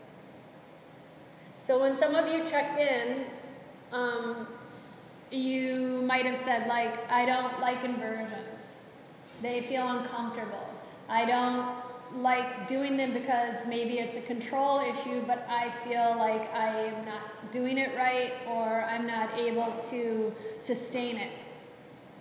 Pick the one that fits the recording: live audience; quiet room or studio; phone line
live audience